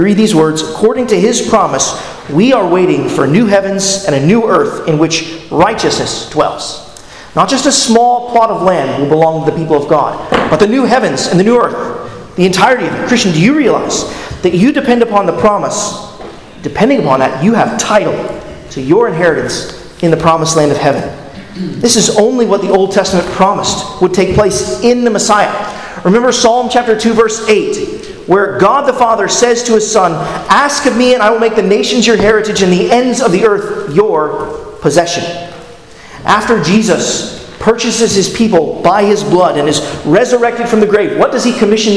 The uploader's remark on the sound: at Arlington Baptist Church in Arlington, Virginia